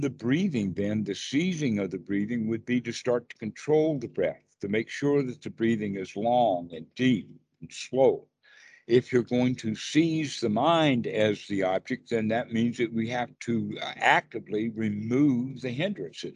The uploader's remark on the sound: skype calls on this channel